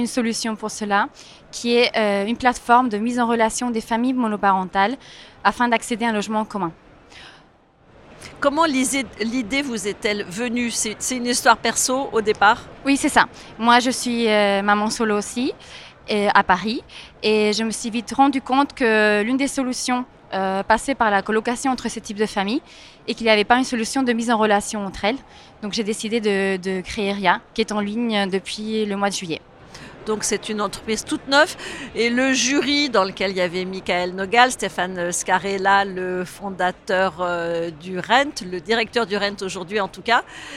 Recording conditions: busy venue